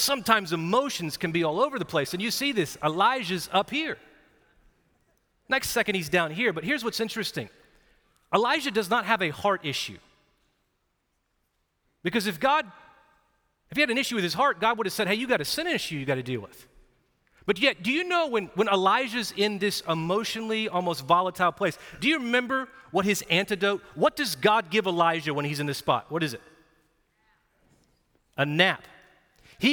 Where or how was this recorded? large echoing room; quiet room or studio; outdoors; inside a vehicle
large echoing room